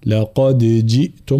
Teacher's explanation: في قوله تعالى لقد جئتم، أولا بين حرف الدال مع القلقلة، هناك من يدغمها فيقول لقد جئتم، ولكن نحن نقرأها بالإظهار فنظهرها ونقلقلها، لقد جئتم، ثم بيان كسر الجيم، لقد جئتم، لا ج لا جي، لقد جئتم هكذا.